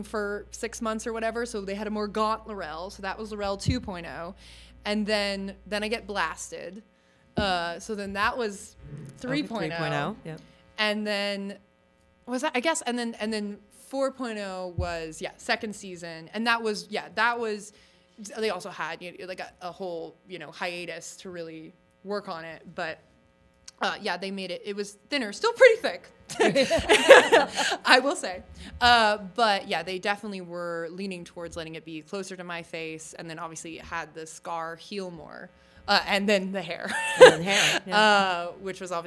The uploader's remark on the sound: Recorded Live at Starbase Indy 2022.